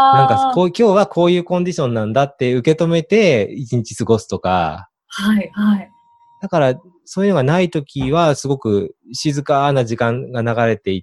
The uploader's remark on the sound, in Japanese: オンライン収録のため、通常より音声が劣りますがご了承ください。